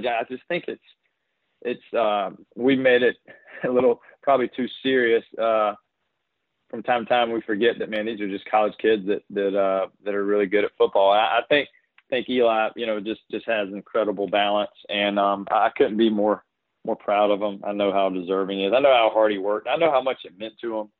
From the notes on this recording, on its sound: joined on the Modern Woodmen phone line